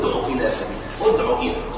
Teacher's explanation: تحذف هذه الواو عند الأمر فنقول ادعو ويبقى ما قبلها على حركته بهذه الضمة بلا إشباع